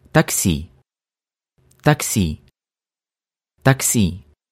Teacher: Please note, the stress is at the end of the word in Russian.